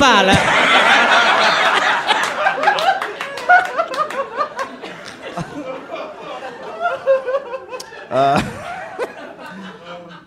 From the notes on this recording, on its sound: Live in Australia. Live in Canberra, Australia.